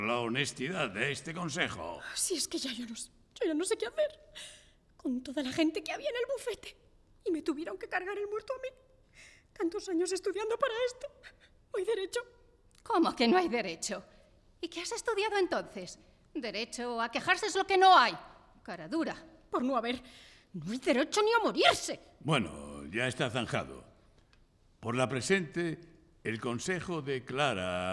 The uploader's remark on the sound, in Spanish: Grabado cara al público en la Biblioteca Eugenio Trías de Madrid.